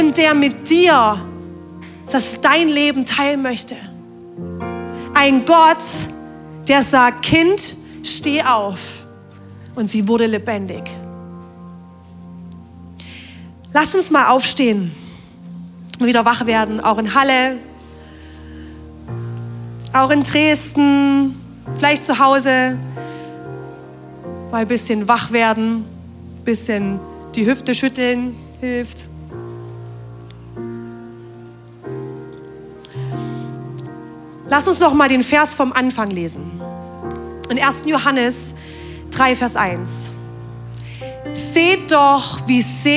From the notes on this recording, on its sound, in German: Audiomitschnitt der Predigt vom 23.